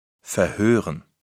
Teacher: En début de mot ou au début du radical d'un mot, le H n'est pas muet. On doit l'entendre, ce qui n'est pas le cas en français. · Term: H aspiré